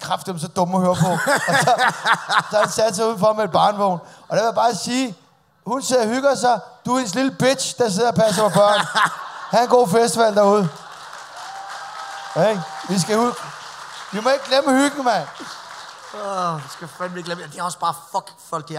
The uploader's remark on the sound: Live fra Jelling festival.